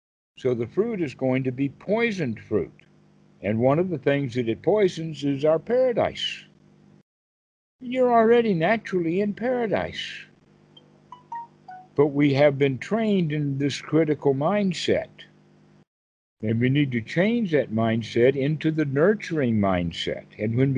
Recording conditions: video call